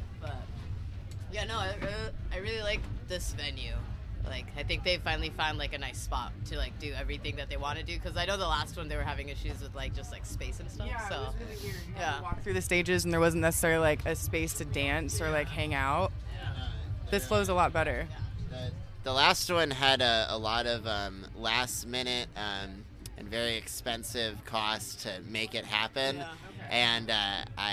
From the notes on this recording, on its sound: I decided to take my mic and interview people at this magical gathering of people called the Full Moon Festival. This is is festival of all local artist, dis and and anyone who wants to show off their cool shit!